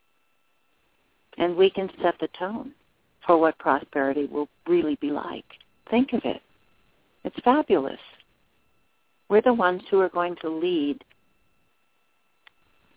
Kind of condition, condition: link, phone line